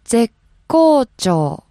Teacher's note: It was right in between the ze and ko. Right in between those two, there's a slight short pause.